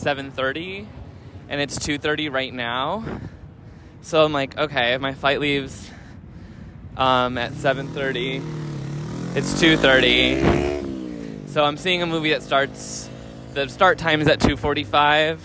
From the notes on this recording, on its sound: Chicago. We take a walk from the casino to the movie theater.